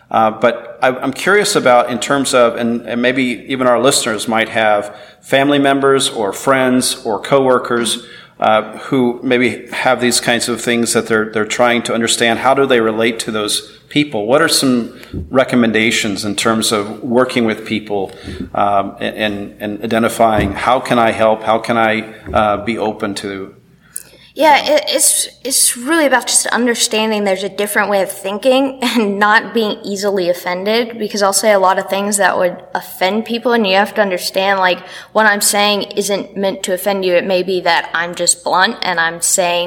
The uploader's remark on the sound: at the SOURCE Conference in Boston